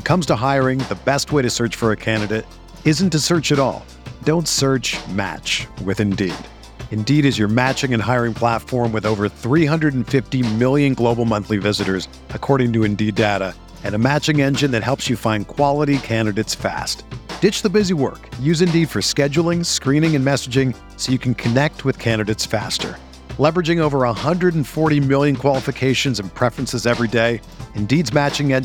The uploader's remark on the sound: Live from Bush Stadium